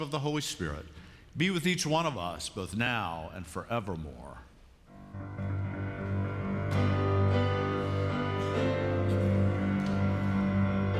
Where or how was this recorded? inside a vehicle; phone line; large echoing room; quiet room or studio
large echoing room